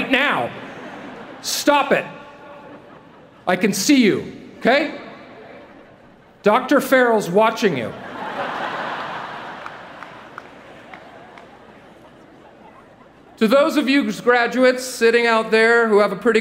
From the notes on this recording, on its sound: delivered the commencement address to the University of Southern California's graduating class of 2017